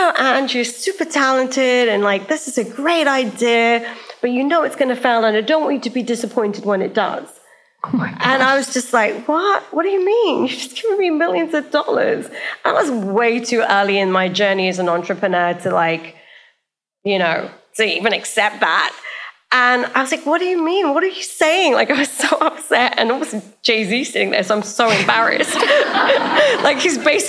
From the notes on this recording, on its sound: In front of a LIVE audience in New York City. In front of a LIVE audience in New York City.